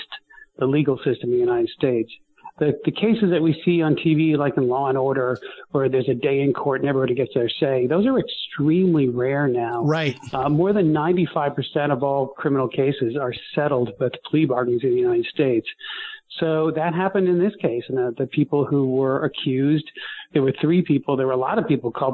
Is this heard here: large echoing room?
no